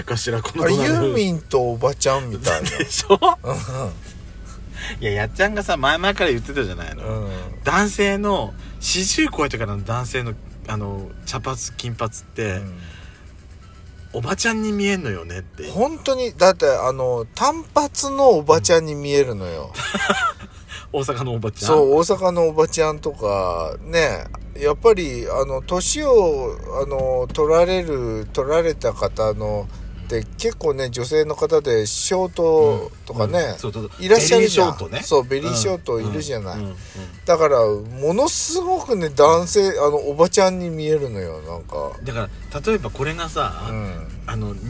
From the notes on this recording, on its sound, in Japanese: From Radiotalk。パーキング収録。